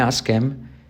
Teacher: La H la saltamos, la I como E